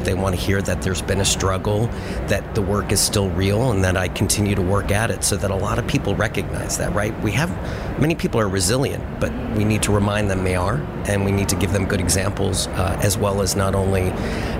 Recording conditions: busy venue